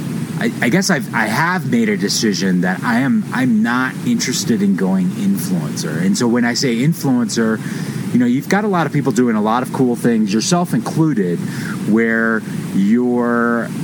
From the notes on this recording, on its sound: had a chance to record a podcast from camp just north of Crested Butte